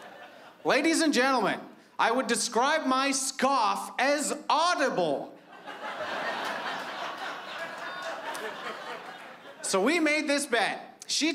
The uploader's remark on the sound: stand up from the Just For Laughs Festival in 2015